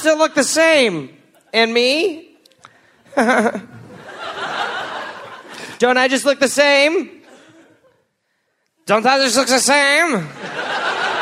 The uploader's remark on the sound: Live from Canberra, Australia